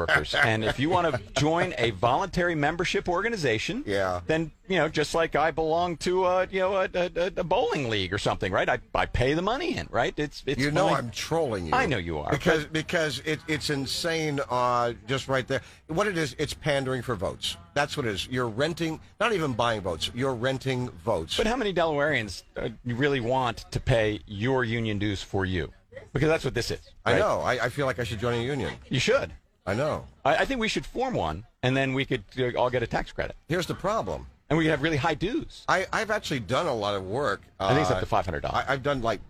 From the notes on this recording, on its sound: Broadcasting live at the 101st Wilmington Flower Market.